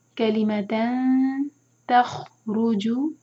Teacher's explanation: یہاں پر اخفا ہے تن میں جو نون کی آواز ہے اس کو چھپائیں گے اور ٹائم دیں گے